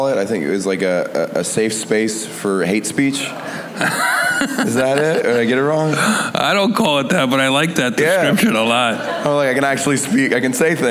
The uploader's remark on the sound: Recorded live during Clusterfest 2018 in San Francisco. Comedy Central was kind enough to ask me to host a series of Clusterfest panels for the media that they called fireside chats.